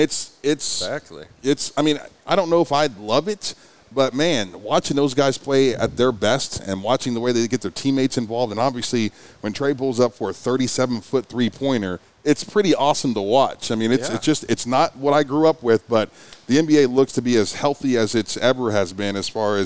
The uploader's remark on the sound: Live from IZenRx Dispensary in Okc